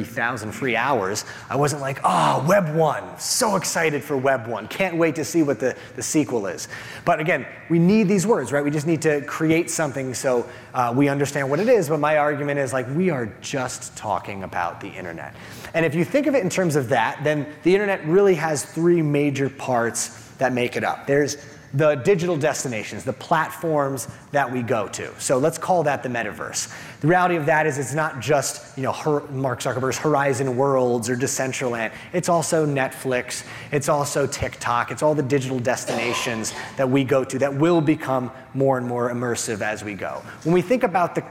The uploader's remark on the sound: replaying his session from the Retail Innovation Conference & Expo 2023